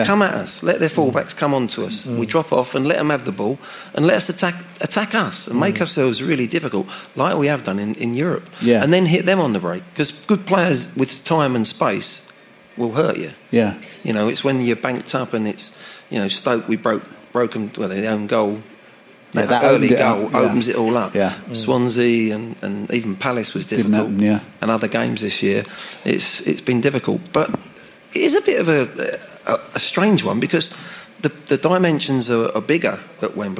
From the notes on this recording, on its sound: On tonight's Christmas show live from Dingwalls Camden. Recorded that night in the presence of 200 members of our Spurs Show family.